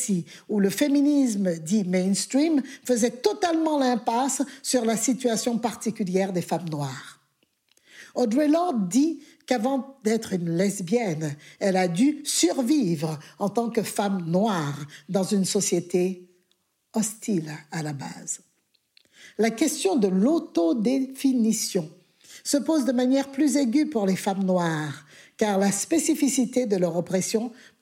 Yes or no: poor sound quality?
no